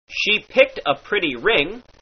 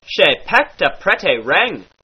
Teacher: the short I sound in words like ring and pretty becomes a short e, as in neck. · Shown in: second take · Therefore, she picked a pretty ring becometh she pecked a pretty ring.